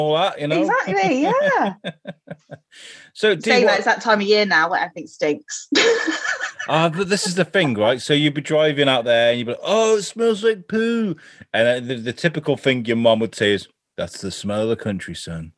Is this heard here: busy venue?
no